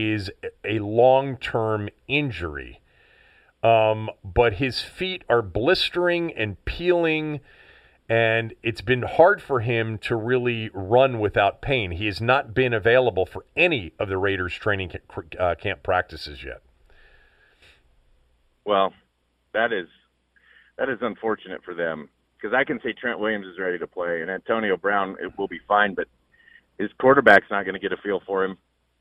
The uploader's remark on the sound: called in from the road as he's headed for Cleveland from Wyoming